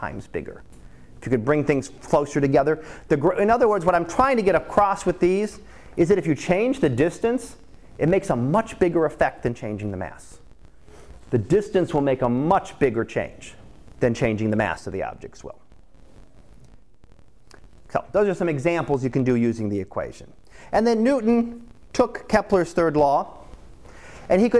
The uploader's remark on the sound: Live Class Lecture